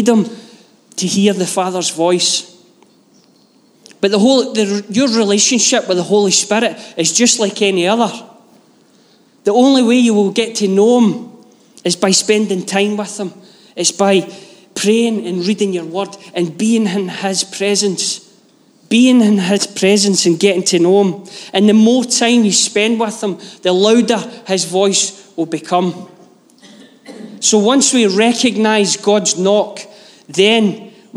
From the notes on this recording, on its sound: Live from our Sunday gathering on 06/11/22